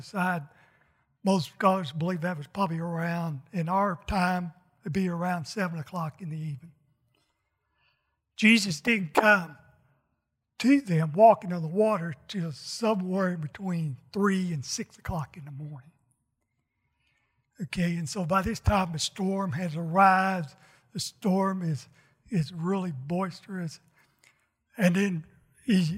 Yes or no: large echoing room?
yes